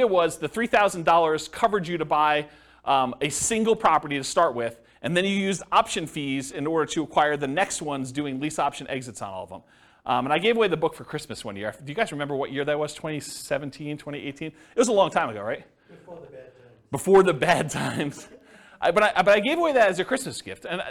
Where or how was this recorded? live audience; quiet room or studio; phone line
live audience